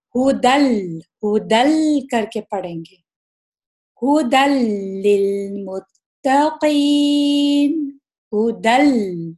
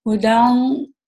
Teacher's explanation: لام پھر سے یرملون والا لیٹر، اس میں ادغام تو ہوگا ہی، لیکن یہ ادغام بلا گننا، بغیر گننے سے ہوگا، اور یہ کمپلیٹ ادغام ہوگا · Shown in: first take · جو ہم یہاں پر تنوین یا نون ساکن جو ہے اس میں جو نون ہے اس کو پوری طرح ہم مرج کریں گے لام کے اندر، اس میں نون کی آواز میں نکالیں گے.